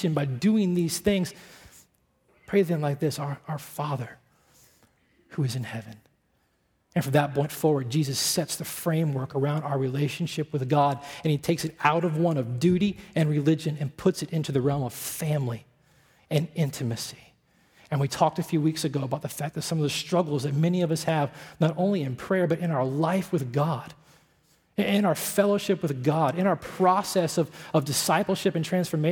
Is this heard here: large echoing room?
yes